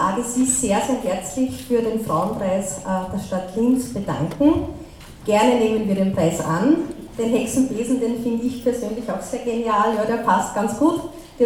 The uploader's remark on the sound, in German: Wurde der Internationalen Frauentag am Linzer Hauptplatz zelebriert. Zu hören ist eine Soundcollage von den Happenings am ersten Feminismus und Krawall Camp und den Aktionen am Internationalen Frauentag.